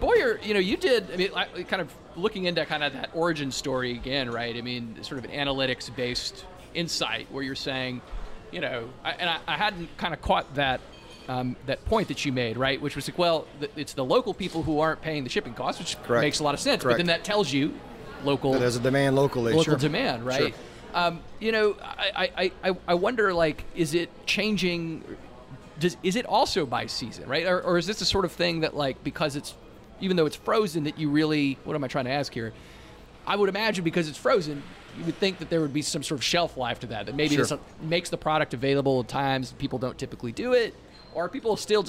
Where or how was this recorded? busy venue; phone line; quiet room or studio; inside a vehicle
busy venue